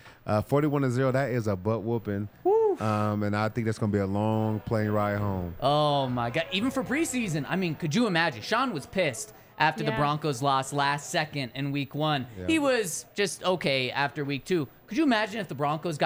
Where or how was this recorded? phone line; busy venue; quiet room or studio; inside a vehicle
busy venue